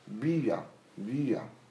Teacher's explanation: تنطق الكسرة بي لكن تضم الشفة · Term: الإشمام